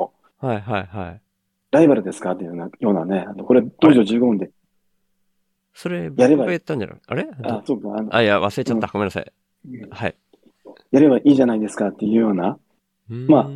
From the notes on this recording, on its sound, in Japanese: 特設Discordのボイスチャンネル（しゃべり場）での収録